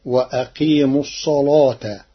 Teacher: قرأ ورش كلمة الصلاة بتغليظ اللام لوجود الصاد المفخمة قبلها فتصير وأقيم الصلاة.